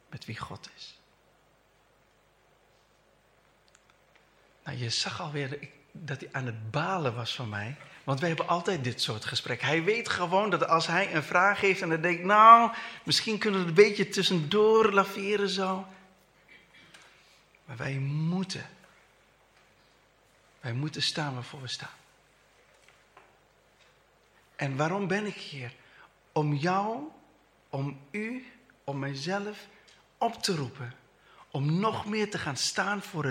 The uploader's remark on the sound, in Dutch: Deze preek is opgenomen tijdens de eredienst van Christengemeente Dinxperlo te Dinxperlo.